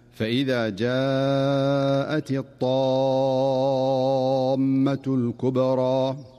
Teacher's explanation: فالطاء هنا حرف قوي مستعل مطبق، فلا تؤدى الطاء قريبة من التاء